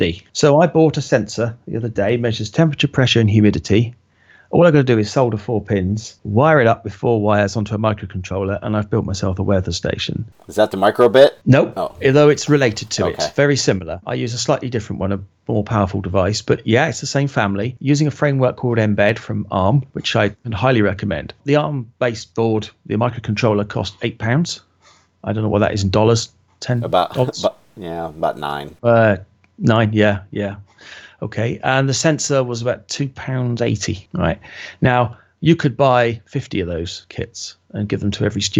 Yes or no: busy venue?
no